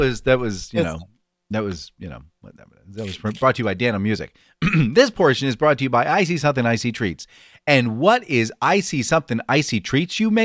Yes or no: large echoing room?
no